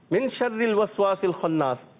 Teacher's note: من میں اخفاء کا غنہ کریں گے نون ساکن کے بعد کیا آ رہا ہے تو اخفاء کا غنہ ہوگا